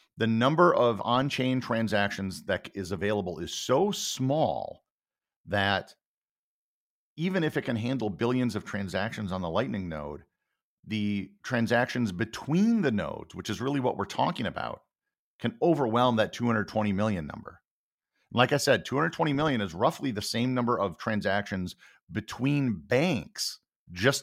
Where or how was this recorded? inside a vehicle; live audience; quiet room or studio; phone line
quiet room or studio